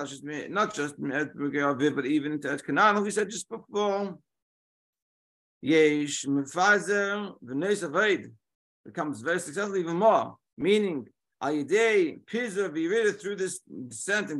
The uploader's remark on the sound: Daily Zoom Shiur